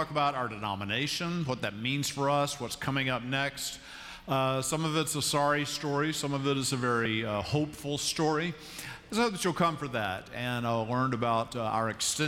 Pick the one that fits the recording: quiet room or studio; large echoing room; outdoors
large echoing room